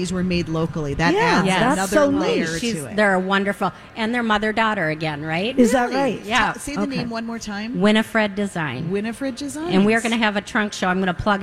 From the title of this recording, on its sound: Live form the Galleria for Santa Stop #1!